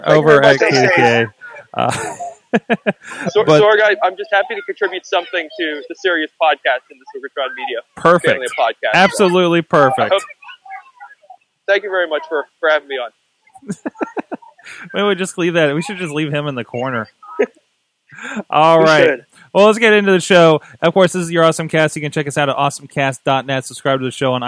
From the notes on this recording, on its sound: joins us live from a kids' Halloween Parade